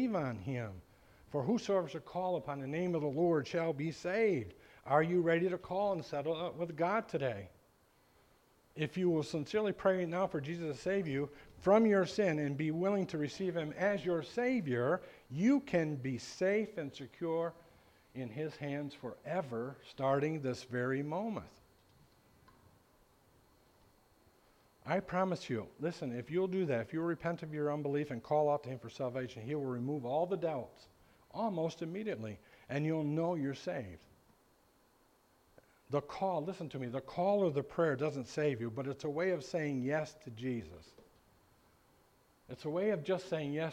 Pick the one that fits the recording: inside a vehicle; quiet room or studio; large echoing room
large echoing room